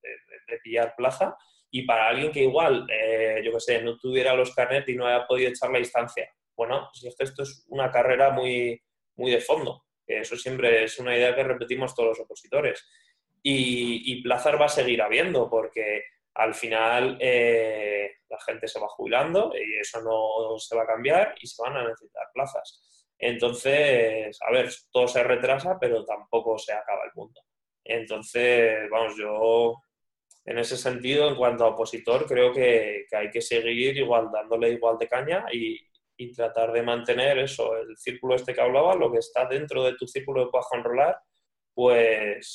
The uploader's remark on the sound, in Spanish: Nos hemos reunido cuatro amigos por vídeo-llamada.